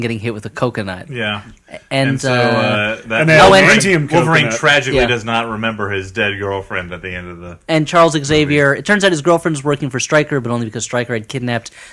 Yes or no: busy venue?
no